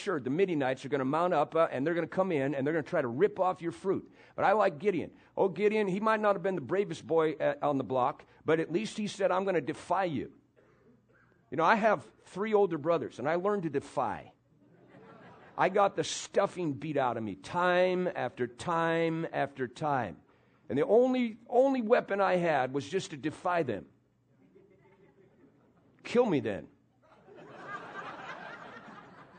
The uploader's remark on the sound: PREACHED IN MCMINNVILLE RALLY